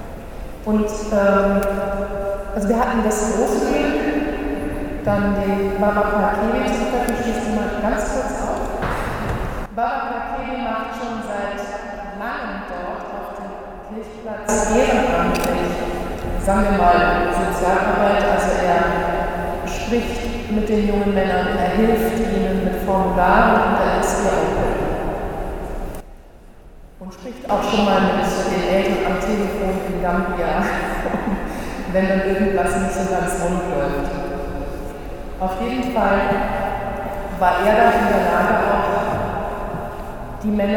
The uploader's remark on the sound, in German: Am vergangenen Freitag Abend fanden sich einige Interessierte aus Freiburg in der Herz Jesu Kirche am Stühlinger Kirchplatz ein.